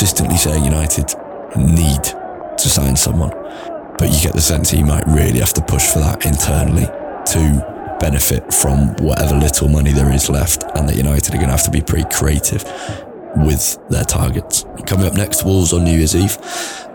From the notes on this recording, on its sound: In the background is noise from Old Trafford, from 20 minutes before kick-off through to Rashford and Martial's first-half goals.